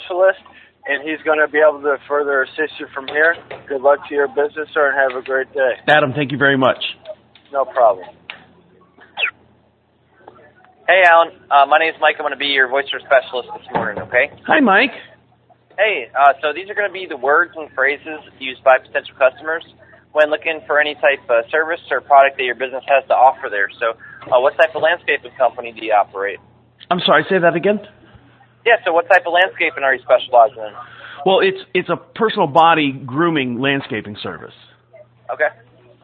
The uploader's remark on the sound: Where we take back the conversation from unsolicited phone calls. Every call is 100% real. All comments, names, and information given to the callers are made up in real time as the call is recorded.